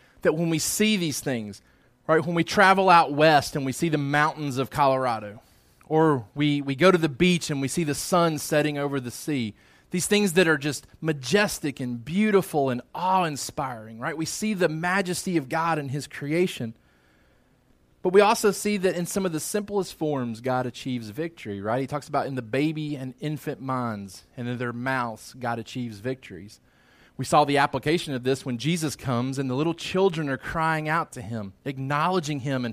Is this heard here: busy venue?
no